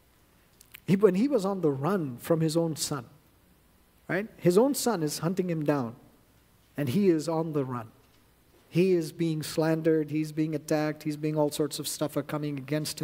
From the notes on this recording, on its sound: at New Life Fellowship Church, Concord, NC, on Sunday, November 5, 2023